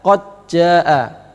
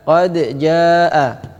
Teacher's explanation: qad wajib ada qalqalah · Shown in: second take